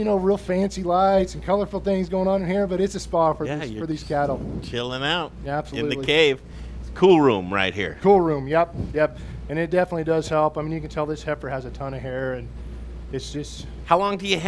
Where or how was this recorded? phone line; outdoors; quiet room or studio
outdoors